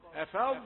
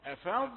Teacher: هذا صوت الضاد طويلة مستطيلة، من صفات الضاد أنها مستطيلة وأنها مفخمة